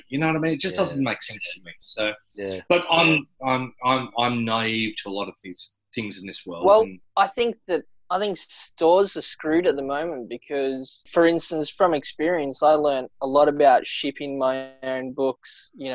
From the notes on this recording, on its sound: social distancing via ZOOM